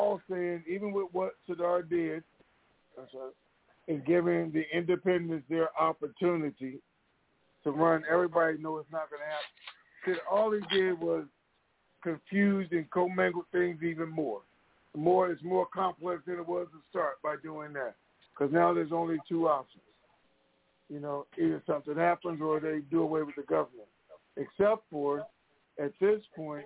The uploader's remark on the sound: TNTSuperfantastic Mini-Conference Call